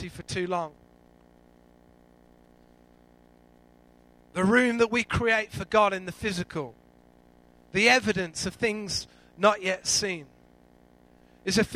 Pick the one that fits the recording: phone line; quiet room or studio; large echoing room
large echoing room